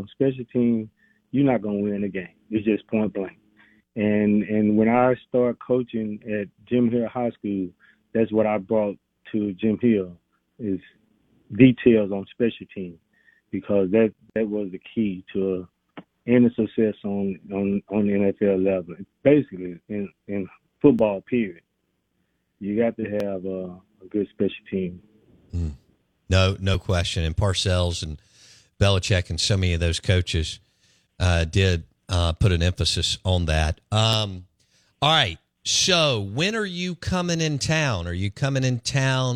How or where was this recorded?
phone line